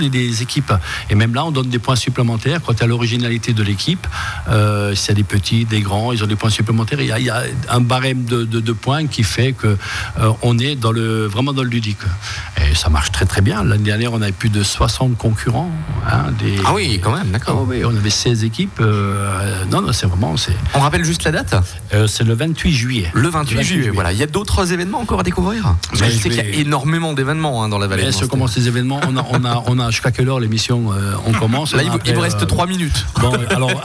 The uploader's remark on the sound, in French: Emission en direct depuis la salle de la Laub à Munster, dans le cadre de la fête de la musique.